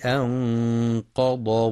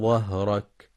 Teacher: وفي قوله سبحانه: الذي أنقض ظهرك، يخطئ من يقرأ أنقض بالظاء أنقض، والصواب أنها ضاد بخلاف التي بعدها ظهرك، فيلزم التفريق بينهما.